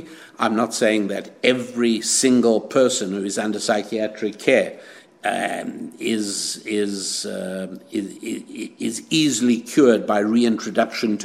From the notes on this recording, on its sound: At the Conservative Political Action Conference in Orlando, Florida noting the very large crowd of optimistic enthusiasts and meeting many listeners to this show.